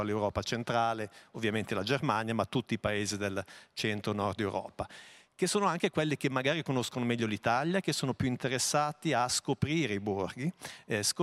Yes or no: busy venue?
yes